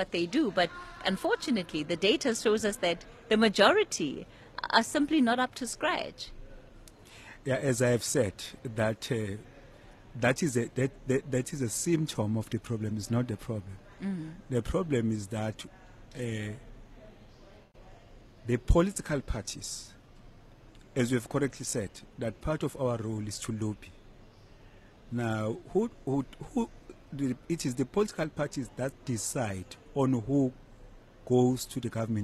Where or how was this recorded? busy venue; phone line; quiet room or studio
busy venue